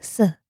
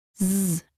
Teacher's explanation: S is like z, except that the s is voiceless. All that means is that you don't use your voice box.